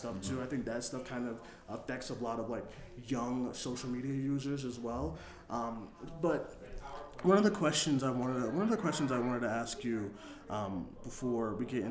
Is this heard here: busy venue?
yes